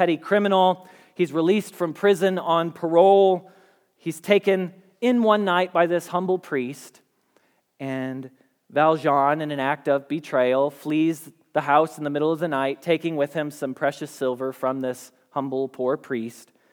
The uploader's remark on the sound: Message Preached at Valley Creek Church